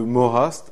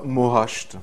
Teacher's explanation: on a vraiment la fricative alvéolaire sourde S qui devient une post-alvéolaire CH. Et l'on observe également un amuissement de la fricative glottale H.